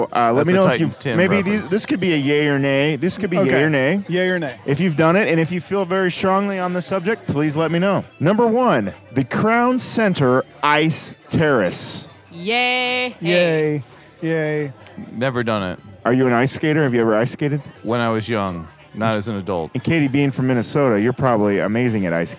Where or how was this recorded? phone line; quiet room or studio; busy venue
busy venue